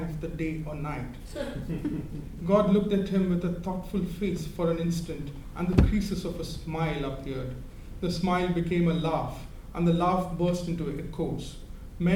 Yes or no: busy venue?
yes